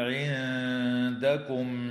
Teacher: وتخفى النون الساكنة عند الدال مع الغنة مرققة في كلمة عندكم